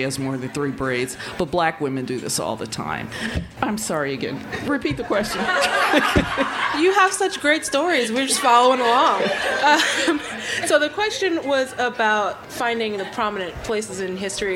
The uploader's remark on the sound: Remarks made at the 2018 Tucson Festival of Books at the Nuestras Raices.